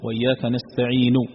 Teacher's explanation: استعين الأخيرة تعطيها ثلث الصوت فقط والثلثين تسكت عنه، فهذا هو الروم. قال النطق ببعض الحركة بحيث يسمعه القريب